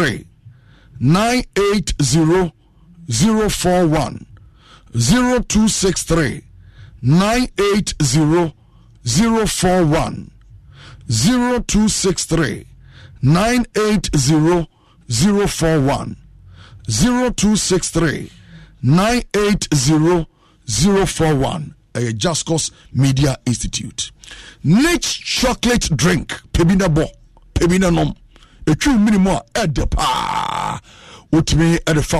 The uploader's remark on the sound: Live worship/prayers.